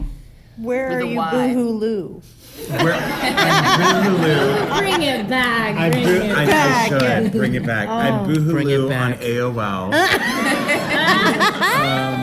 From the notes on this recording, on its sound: Live in San Francisco!